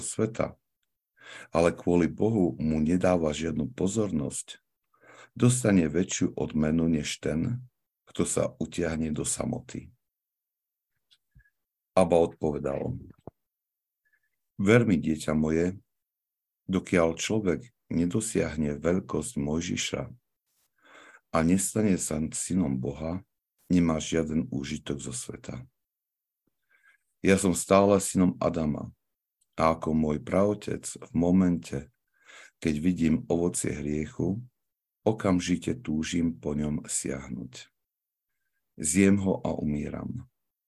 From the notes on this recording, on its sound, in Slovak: pravidelné online stretnutia prostredníctvom ZOOM